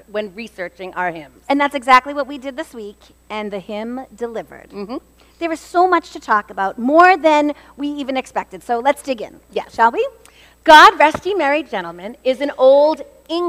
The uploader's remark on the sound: LIVE Episode. This episode was recorded on Sunday, September 17, 2023 at First Baptist Church in Reading, MA.